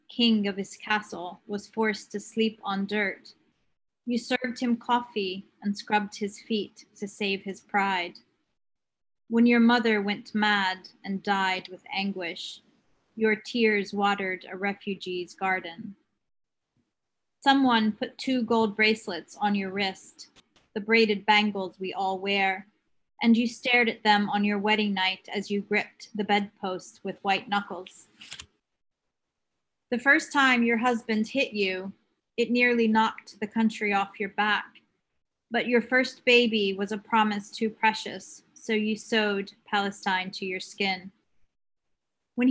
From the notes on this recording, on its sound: The conversation in this episode was was recorded in October 2020 as part of a series of webinars presented by APAN, the Australian Palestinian Advocacy Network.